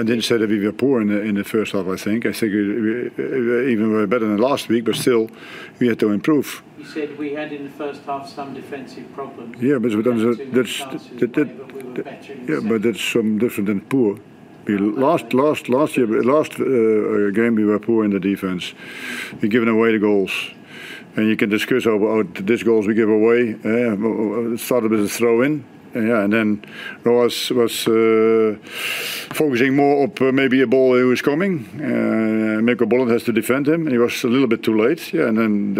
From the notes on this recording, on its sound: Post-Match Press Conference. Hyundai A-League.